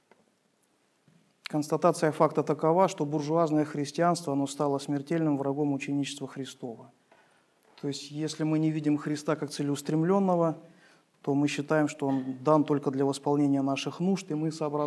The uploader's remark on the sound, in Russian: Полная запись богослужения